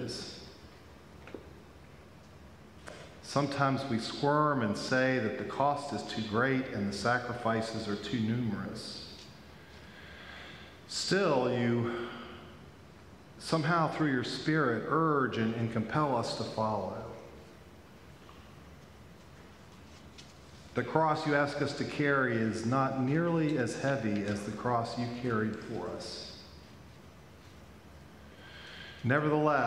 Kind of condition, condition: setting, large echoing room